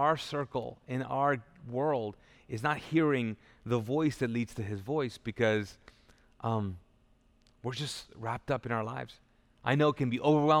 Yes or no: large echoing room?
yes